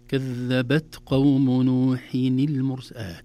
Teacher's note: الهمس في التاء خروج هواء يسير وليس كثير